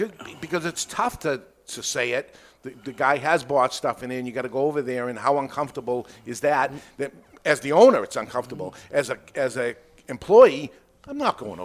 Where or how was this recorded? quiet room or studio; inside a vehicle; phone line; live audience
live audience